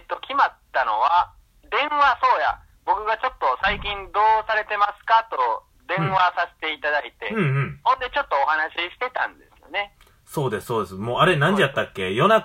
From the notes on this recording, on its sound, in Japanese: の携帯が使えないということで、。実家の固定電話を使い、私の母親の携帯にかけて収録するという手段をとりました。